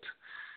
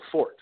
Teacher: You pronounce the T, one syllable